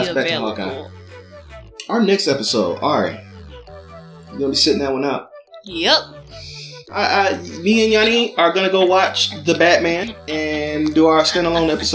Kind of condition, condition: fault, sounds in the background